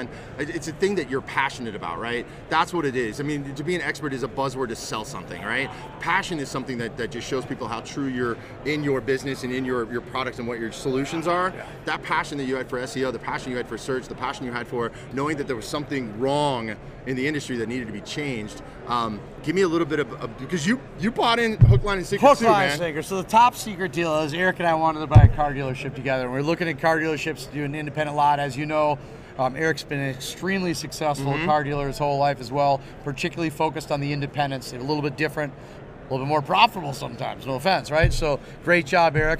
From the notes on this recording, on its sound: stops by the Modern Dealership In the Box interview booth at the NADA Show 2018